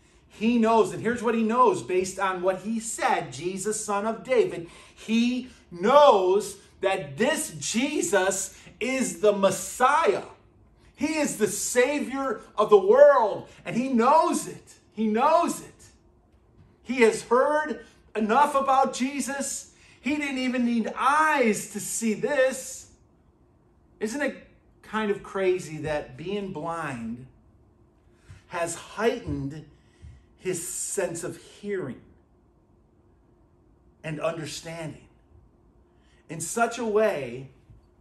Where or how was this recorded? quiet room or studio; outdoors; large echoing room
large echoing room